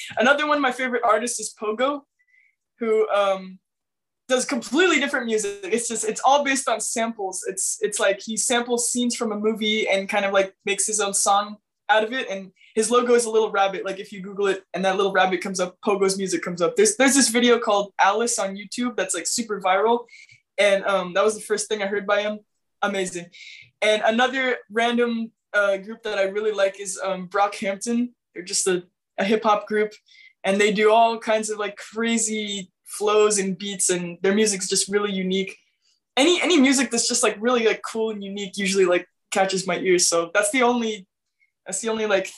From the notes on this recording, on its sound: Recorded via Zoom.